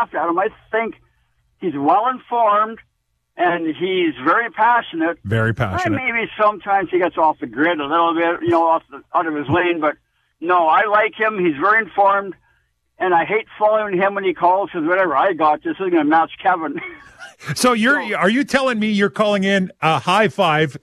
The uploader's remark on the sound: Every Friday we open the phone lines